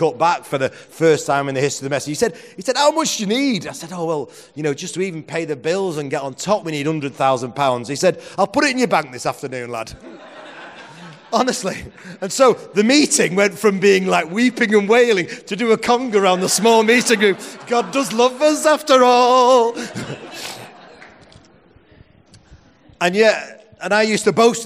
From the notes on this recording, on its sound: Presented as a seminar at the Message Conference 2017, recorded at Victoria Warehouse on 18 November.